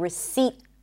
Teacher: Now, the P is also silent in the word receipt. The T is pronounced, by the way, it's held. This is why you're not fully hearing it, but I'm not saying receipt.